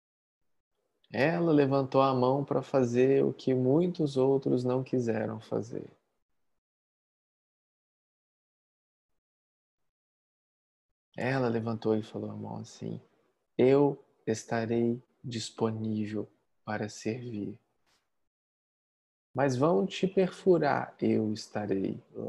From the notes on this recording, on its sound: Online via Zoom.